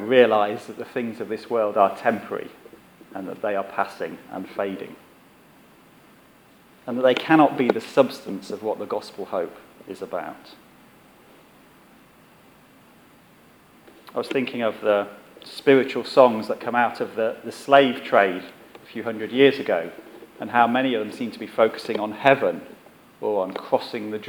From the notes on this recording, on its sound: Our sermon from the 11am service on Sunday 25th September 2016